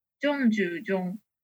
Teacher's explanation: 発音については、よの発音がジョになることです